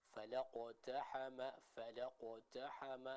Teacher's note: vokal dari bacaan huruf qalqalah tersebut atau pantulan dari huruf qalqalah tersebut harus dibaca dengan vokal O.